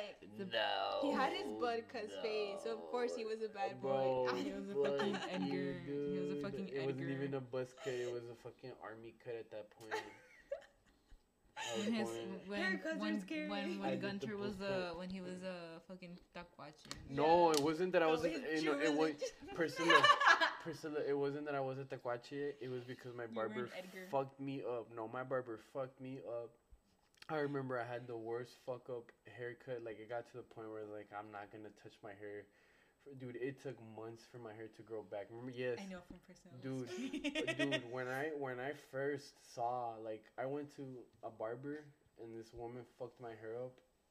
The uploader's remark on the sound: We apologize for the quality of this episode